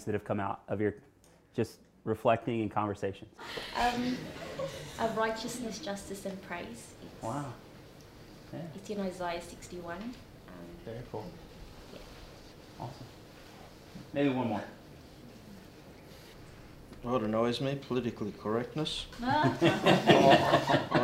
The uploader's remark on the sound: At the 100X MavCon event in Queenstown New Zealand he had the audience captivated.